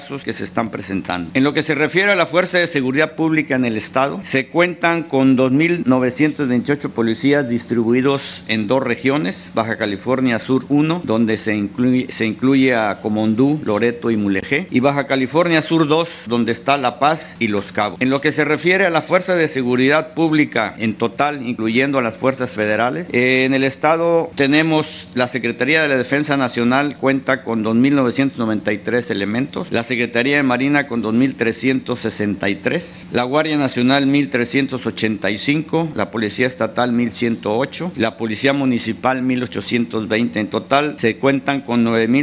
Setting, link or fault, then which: setting, busy venue